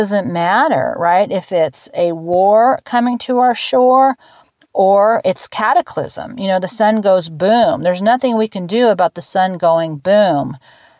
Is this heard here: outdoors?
yes